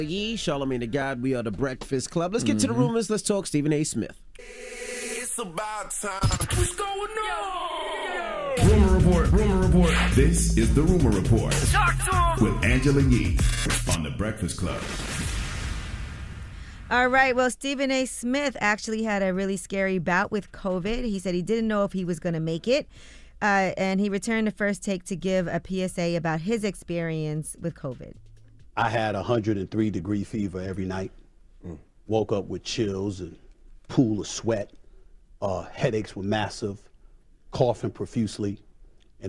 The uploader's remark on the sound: Opened the phone lines to see what our listeners had to say about it. We opened up the phone lines for our listeners to add their thoughts.